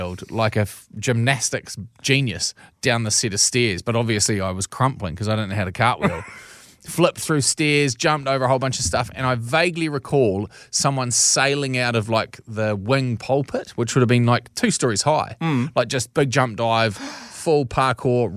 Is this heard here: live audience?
no